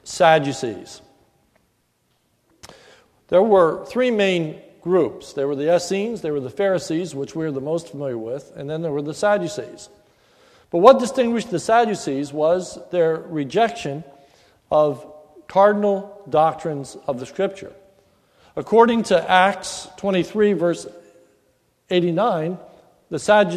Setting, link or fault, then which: setting, large echoing room